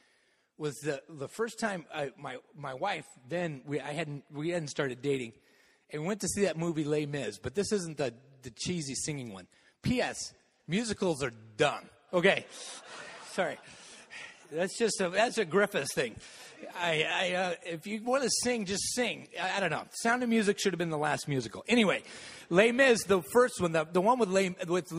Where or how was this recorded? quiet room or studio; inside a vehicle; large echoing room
large echoing room